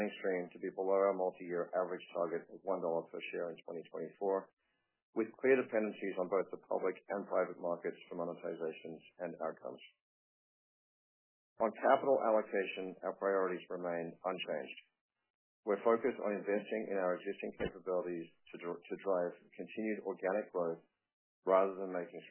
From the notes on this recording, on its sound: Earnings Conference Call.